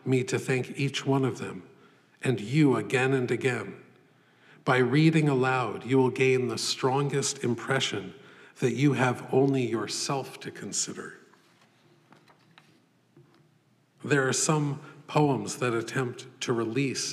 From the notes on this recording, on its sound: This lecture was given May 22, 2014, at the Poetry Foundation.